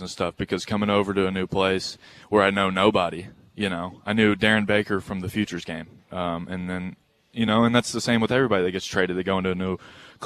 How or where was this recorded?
busy venue